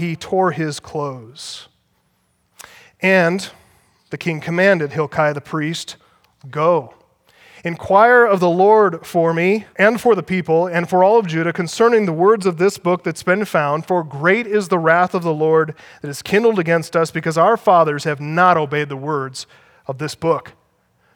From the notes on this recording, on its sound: Audio from the Act Like Men Conference in Northern Colorado, October 23 - 24th, 2015.